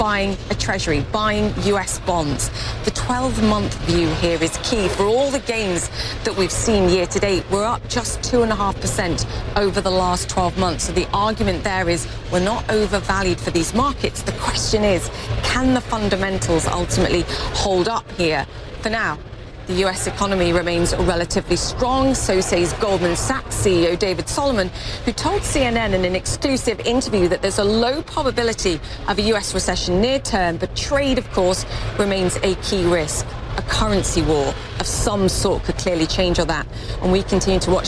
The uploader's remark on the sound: live from the New York Stock Exchange